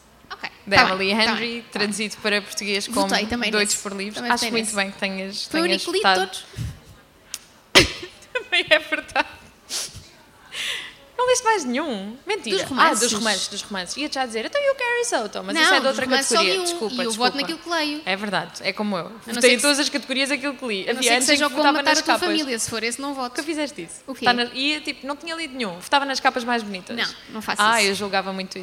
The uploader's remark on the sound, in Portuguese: Livra-te ao vivo na Comic Con